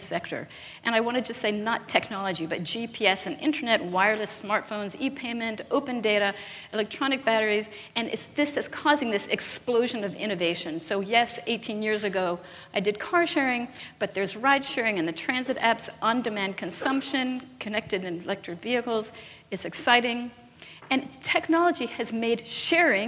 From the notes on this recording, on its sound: live interview from GreenBiz events